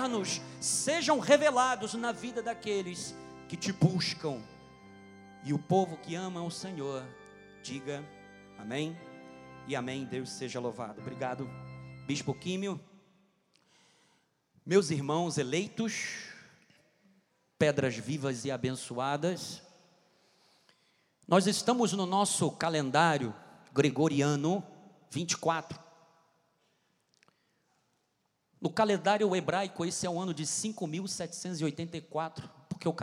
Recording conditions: large echoing room